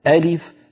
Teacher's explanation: ألف لا مد فيها لأنها تتألف من همزة مفتوحة ولام مكسورة وفاء ساكنة